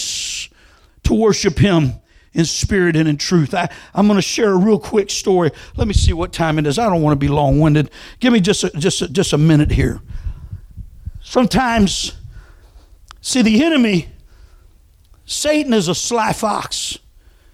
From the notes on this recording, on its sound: Full sermon recording from February 20, 2022 at Thompsonville Church of God. This is the full sermon recording.